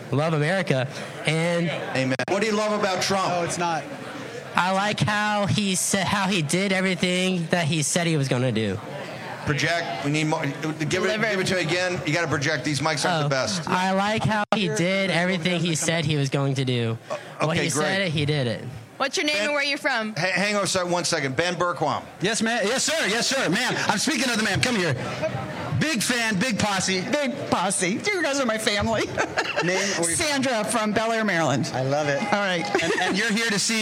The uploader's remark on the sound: Live From CPAC 2024